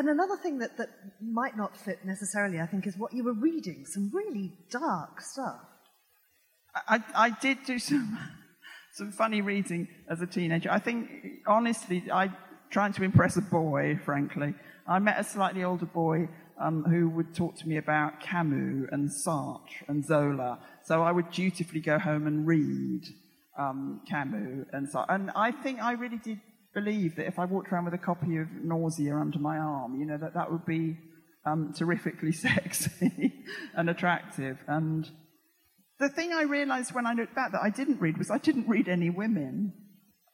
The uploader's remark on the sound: Recorded on 10th Feb 2020 at EartH Hackney.